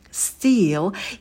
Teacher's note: звук «т» мы не придыхаем, потому что он идет после «с».